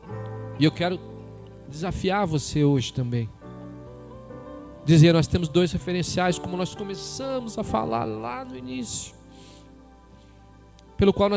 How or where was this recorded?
large echoing room